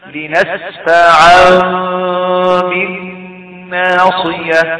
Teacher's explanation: فوقعت الباء وراء التنوين بغنة لنسفع بالناصيه هذا الإقلاب.